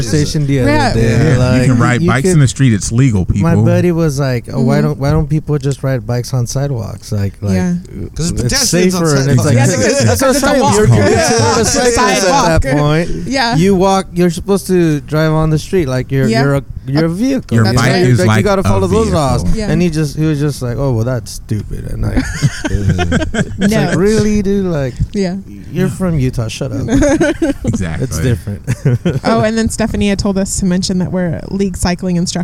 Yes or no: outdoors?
yes